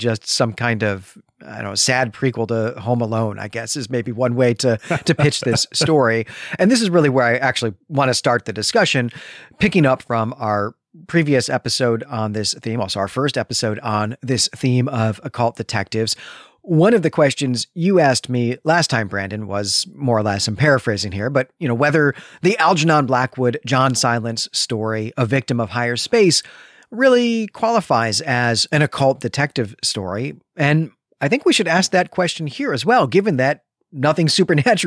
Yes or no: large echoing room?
no